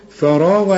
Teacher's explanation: فا وبعدين الراء والغين مفخمين